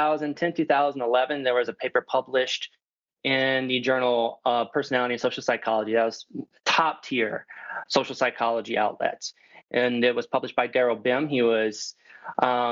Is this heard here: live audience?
no